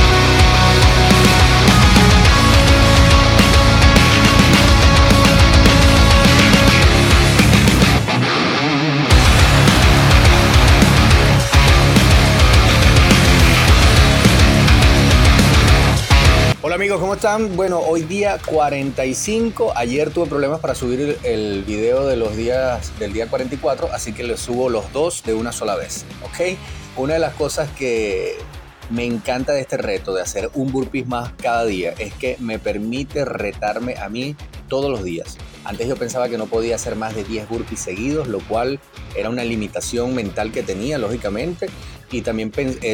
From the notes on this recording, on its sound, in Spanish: VIDEO GRABADO CON MI TELÉFONO INFINIX 10. EDICIÓN CON CAP CUT.